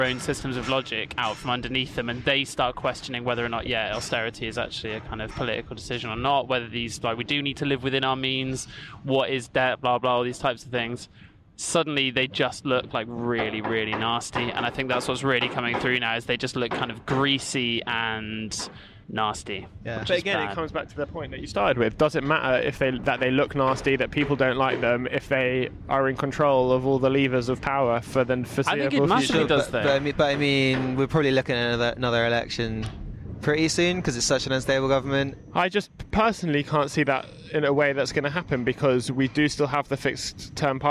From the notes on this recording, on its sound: Join us outside the VICE office for a big bag of cans.